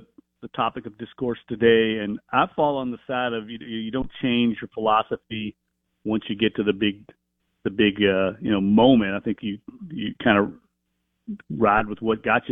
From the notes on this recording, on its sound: In the third hour of the show live in the BankPlus Studio. On the Farm Bureau guest line.